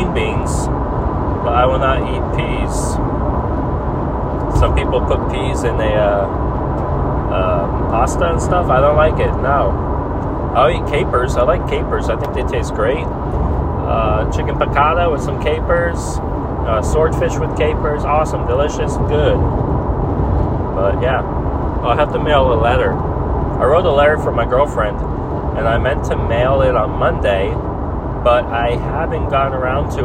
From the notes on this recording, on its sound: I talk while driving home from work.